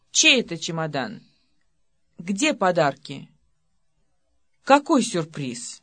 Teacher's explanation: In Russian questions with a question word, the intonation falls sharply on the word being asked about. The heavy intonation fall may sound brusque to you. · In Russian questions with question words, the question word is pronounced with heavy falling intonation, IC2. · Term: Intonation Contour 2